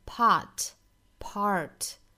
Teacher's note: 都是单词里面有 r,美音要注意卷舌